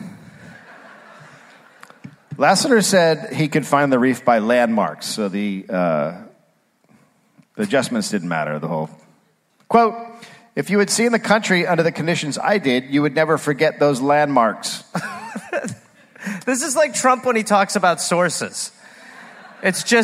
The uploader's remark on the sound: Live in Perth